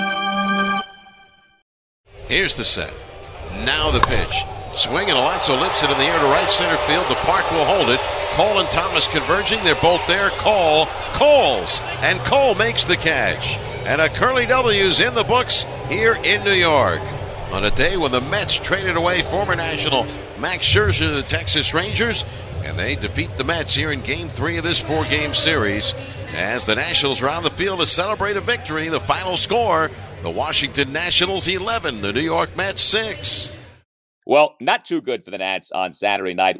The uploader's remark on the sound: Live from Citi Field. Convene after a busy day in Flushing.